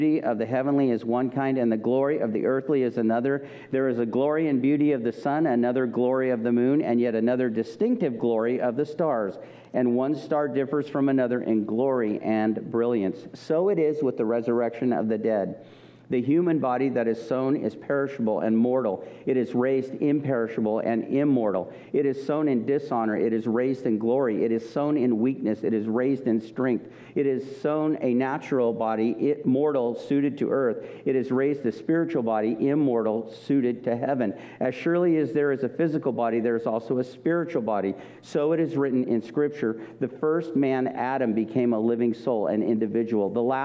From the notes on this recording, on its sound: This message was recorded at a Sunday service